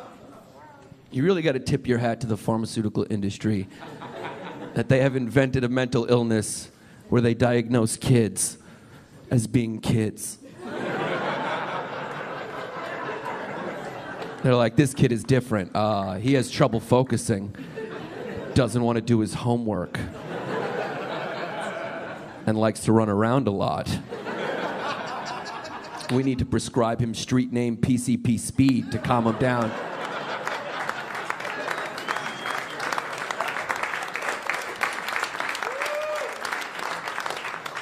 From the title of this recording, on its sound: Stand Up Comedy Live Gotham Comedy Club